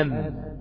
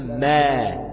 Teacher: القرع اللي هو التصادم، يعني لما تقول كلمة أم، الميم بتخرج من الشفتين، الشفة العليا والشفة السفلى، بيلتصق ببعض عشان يخرجوا الحرف الساكن أم · Shown in: first take · في حين أنها لو نطقتها بالتحرك لو حطيت عليها فتحة تبقى ما، هيبقى حصل تباعد بين عضوان النطق في حالة التحرك، الشفتين بعدوا عن بعض ما بعدوا، إنما لو أنا سكنت الميم هتبقى أم.